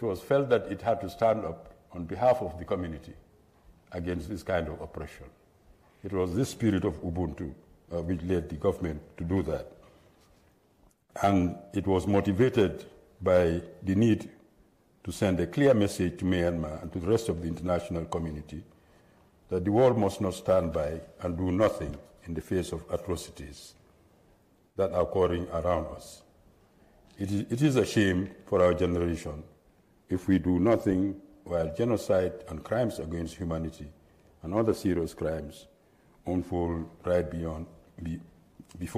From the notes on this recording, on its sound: at the 2023 JRCLS Annual Conference in Atlanta, GA